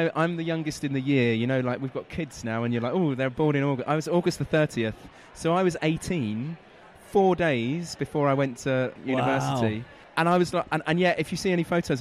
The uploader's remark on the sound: Live from IFC